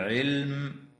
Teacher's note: وتظهر اللام الساكنة من كلمة علم وتسمى لام الاسم